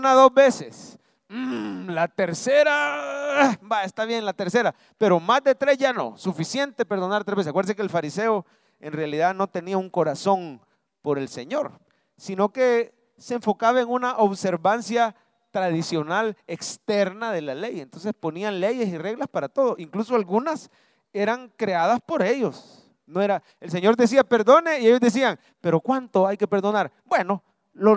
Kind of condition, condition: setting, large echoing room